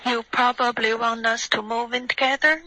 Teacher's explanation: 你的开头 you probably 就是会感觉每一个音节都在送一次气